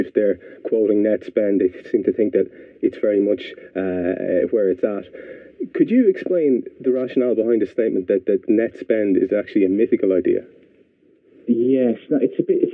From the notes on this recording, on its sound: Sound quality reflects our earlier recording equipment